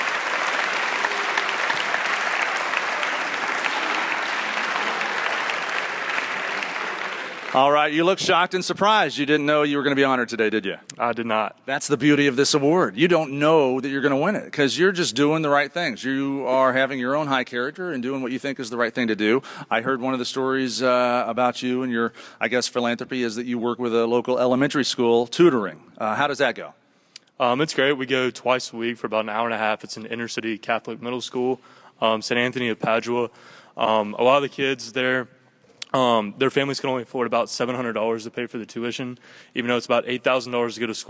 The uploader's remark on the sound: This show begins with a live audience at Furman University in South Carolina.